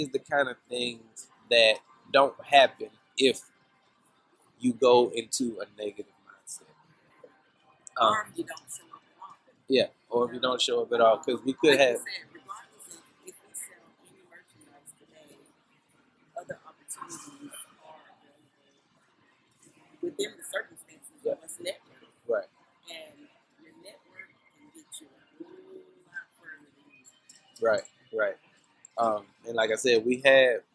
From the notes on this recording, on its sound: This week's episode is our first on location episode. We recorded this week's episode at the Carolina Place Mall in Pinville, NC. This was also our first Pop up shop and we chose to record an episode to help pass the time.